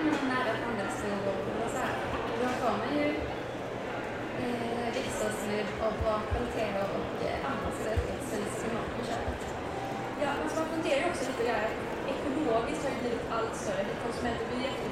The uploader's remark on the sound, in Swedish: Trädgårdsarkitekterna poddar live från Vår Trädgård i Malmö.